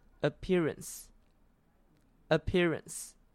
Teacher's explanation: 所以合起来就会变成 appearance，重音在第二个音节